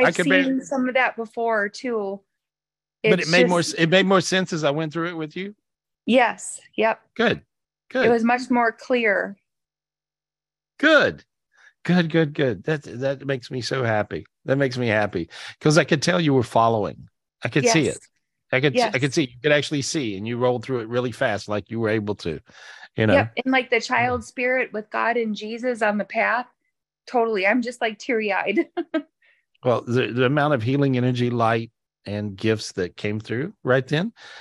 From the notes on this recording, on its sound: Weekly Zoom Podcast in Audio format. This was recorded LIVE on Zoom.